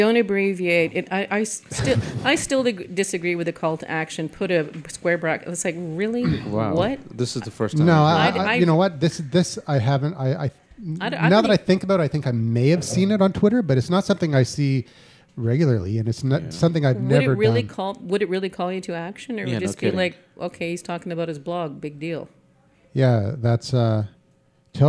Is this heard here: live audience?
yes